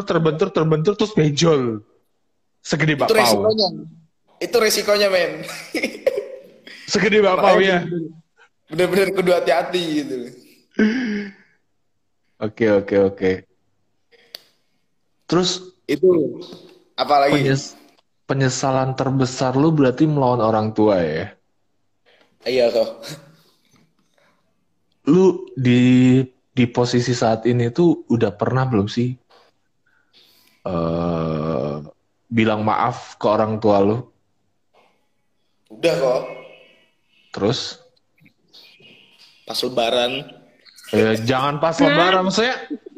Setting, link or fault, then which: link, video call